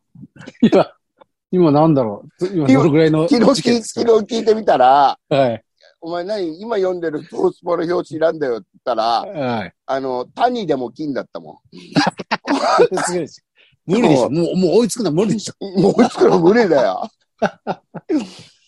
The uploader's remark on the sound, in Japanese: ZOOMで収録。